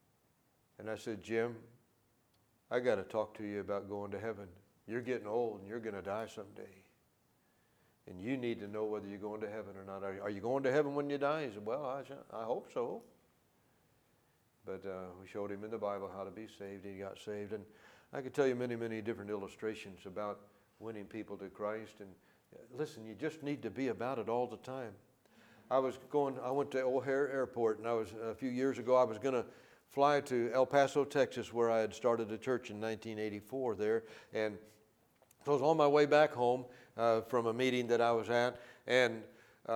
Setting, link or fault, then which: setting, large echoing room